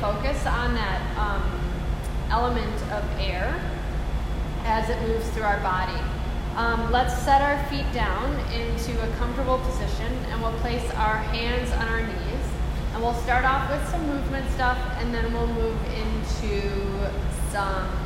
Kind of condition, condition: setting, live audience